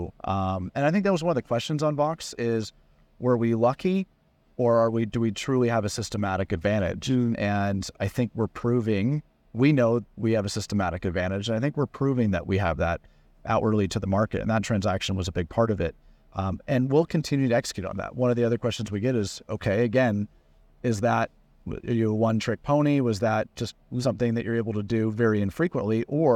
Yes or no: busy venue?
yes